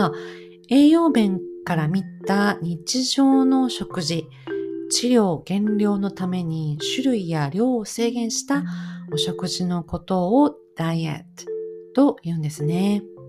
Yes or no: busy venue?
no